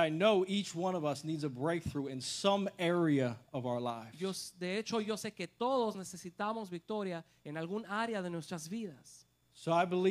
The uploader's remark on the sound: This message was recorded at Generación Victoriosa Church in Calexico, California. The message was translated into Spanish so listeners can hear it in both English and Spanish.